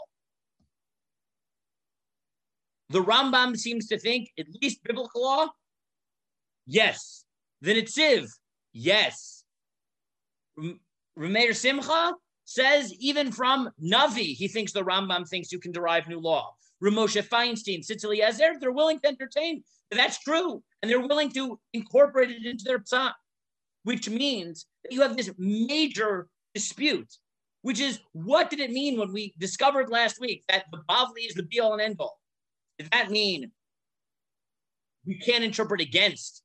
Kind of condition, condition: link, video call